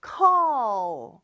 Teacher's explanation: 혀가 윗니 뒤쪽에 쭉 와가지고 붙지만 혀의 뒤쪽은 약간 목구멍을 닫는 듯한 느낌으로 · Term: L 발음